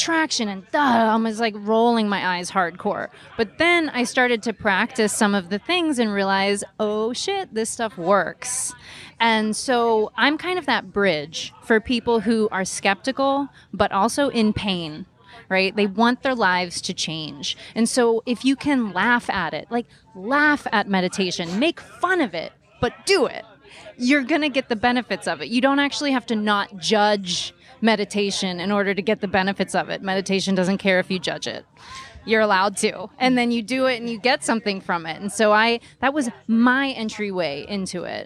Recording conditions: busy venue